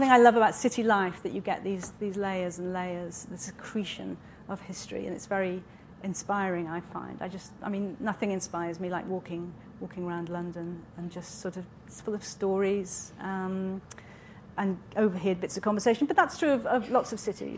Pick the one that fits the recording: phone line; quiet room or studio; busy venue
busy venue